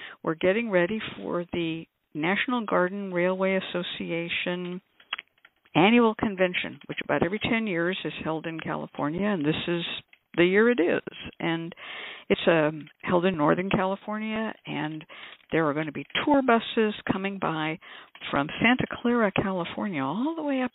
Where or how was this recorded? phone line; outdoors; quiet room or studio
phone line